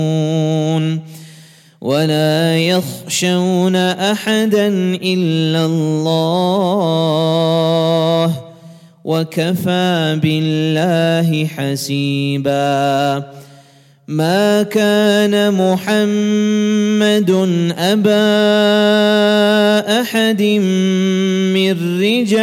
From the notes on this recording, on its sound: At the Houghton Masjid (West Street).